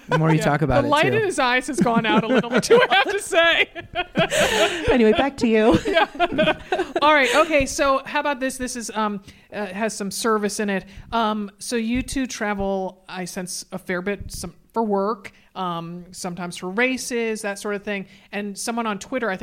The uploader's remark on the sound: in front of an audience in beautiful Bend, Oregon.